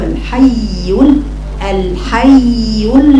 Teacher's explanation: برفع صوتي على الياء المشددة من غير ما بقطع الصوت